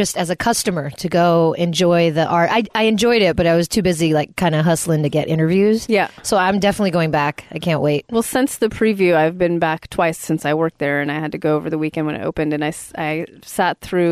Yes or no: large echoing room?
no